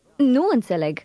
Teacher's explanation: Those two words seem to run together, didn't they? In Romanian, shorter words like nu often sound like part of the words around them.